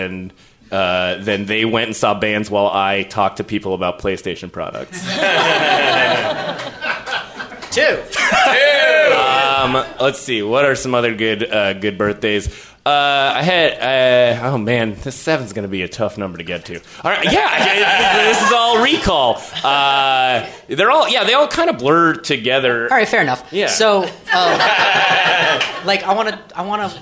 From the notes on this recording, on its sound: Improvised live in front of an audience